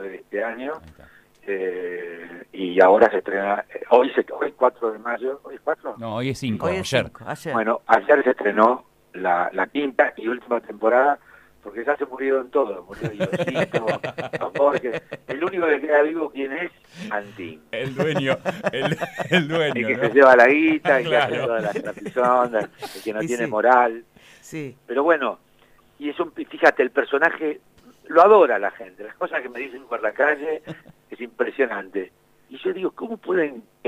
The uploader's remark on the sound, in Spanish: Recordamos la comunicación telefónica con el actor